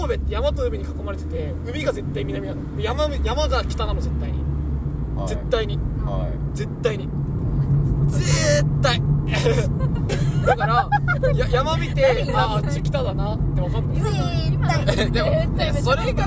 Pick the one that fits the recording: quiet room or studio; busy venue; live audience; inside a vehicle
inside a vehicle